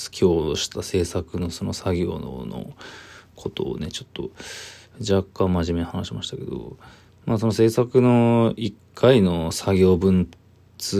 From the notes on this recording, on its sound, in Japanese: ボイスメモです。